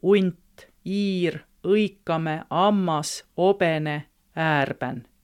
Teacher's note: näituses ära teta tähendusen ära tee, ära tulla ehk ära tule, ära tuua ehk ära too sõna algusen ei ütle mulgi ilmangi H tähte